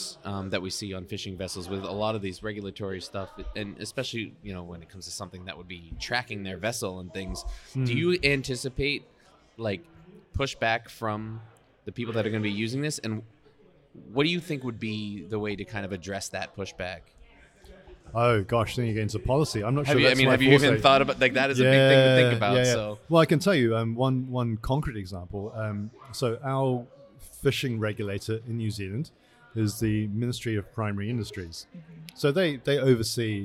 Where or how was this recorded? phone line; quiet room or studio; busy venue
busy venue